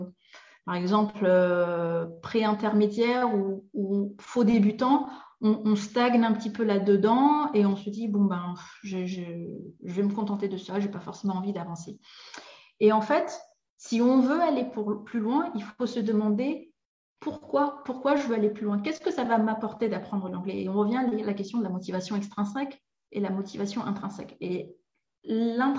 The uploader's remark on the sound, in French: Dans cet épisode tiré de mes archives de webinaire